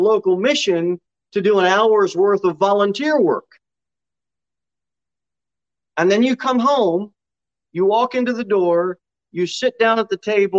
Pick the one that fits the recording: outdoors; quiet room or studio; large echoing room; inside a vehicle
large echoing room